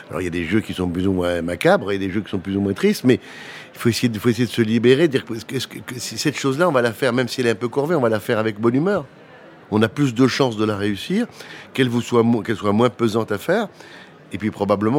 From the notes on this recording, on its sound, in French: Une émission enregistrée en mai 2022 lors de l'évènement Change Now à Paris